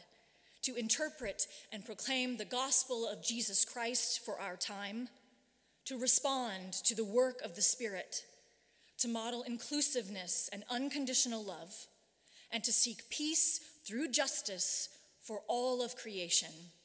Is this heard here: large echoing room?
yes